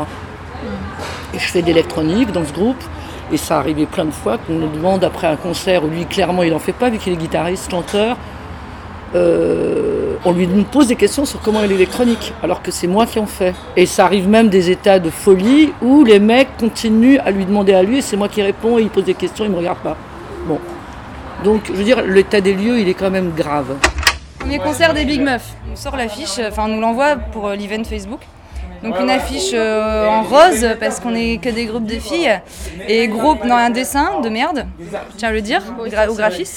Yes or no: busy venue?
yes